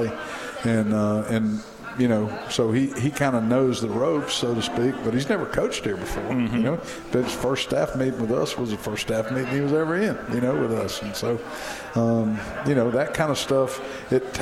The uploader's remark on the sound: with the show being broadcast live from Moes Original Barbecue in Old Cloverdale